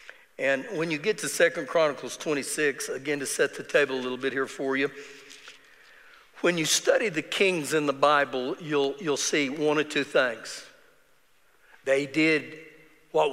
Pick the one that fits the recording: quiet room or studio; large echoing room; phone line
large echoing room